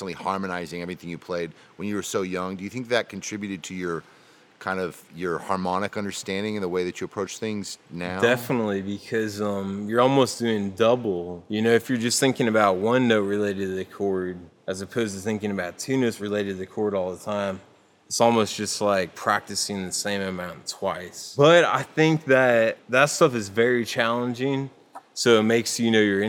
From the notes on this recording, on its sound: sat down to speak live at the 2014 Creative Strings Workshop